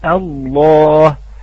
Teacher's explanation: اللام الأولى مرققة واللام الثانية مغلظة، على اعتبار أن اللام المشددة عبارة عن حرفين، فنرقق الأولى ونغلظ الثانية، وهذا أمر غير صحيح، فعلينا أن ننطق الحرف حرف اللام لاما واحدا مغلظا مشددا.